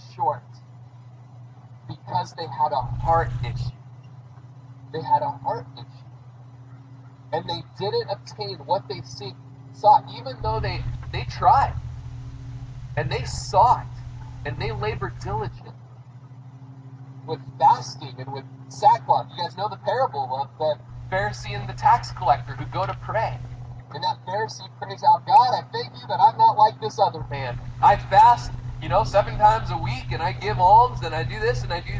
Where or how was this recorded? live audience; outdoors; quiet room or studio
outdoors